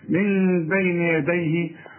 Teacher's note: اقلب النون لميم علشان بعد الميم باء يحصل إقلاب